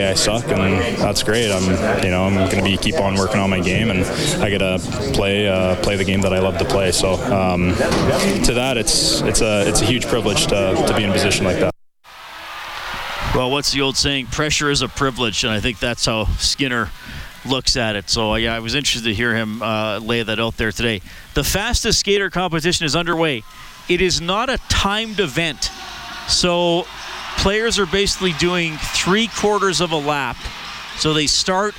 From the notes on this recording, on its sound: Live from the Oilers Superskills at Rogers Place